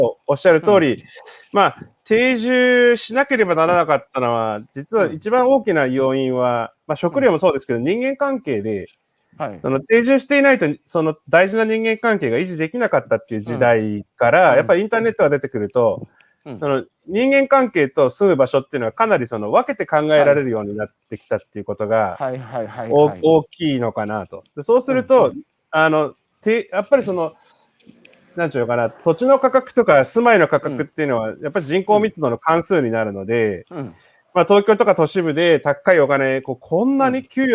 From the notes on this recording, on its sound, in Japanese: 歩きながら1時間、対談する